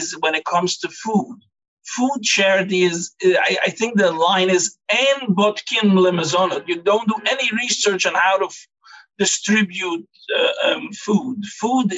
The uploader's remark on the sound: This audio was originally captured from Zoom. As part of Drisha's Winter Zman.